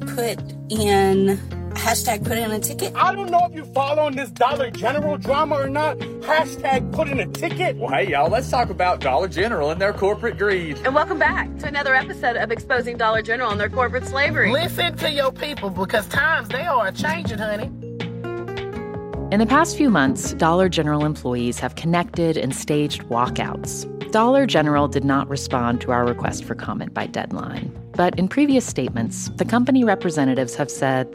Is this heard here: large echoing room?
no